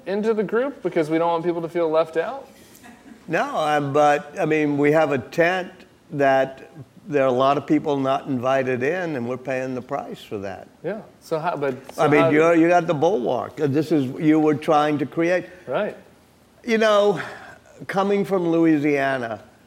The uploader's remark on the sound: Live from New Orleans. At The Bulwark's live event in New Orleans.